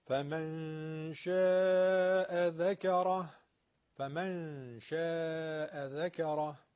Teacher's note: نون در نزد حرف شین اخفاء میشه، دو حرکت غنش رو بیارید